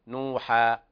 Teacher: إذا وقفنا على نوحا فنقف بألف مد عوض عن التنوين المحذوف